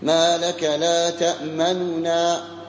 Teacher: لابد تظهر الميم والنون بعدها، وبينهما تأتي بها ثلث الحركة، ما لك لا تأمننا.